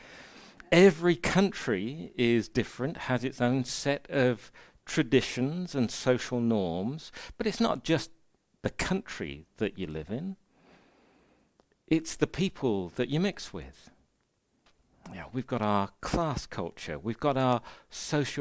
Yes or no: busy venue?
no